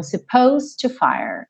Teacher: esse D vai ficar praticamente imperceptível porque você já vai juntar no to